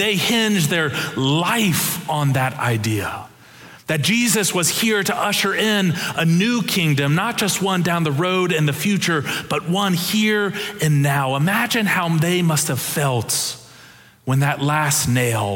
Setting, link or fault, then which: setting, large echoing room